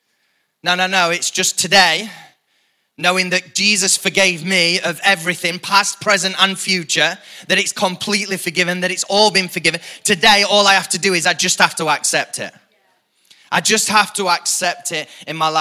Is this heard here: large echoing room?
yes